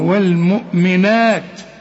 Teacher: النون بعدها ألف كاملة عشان تمدها ألف كاملة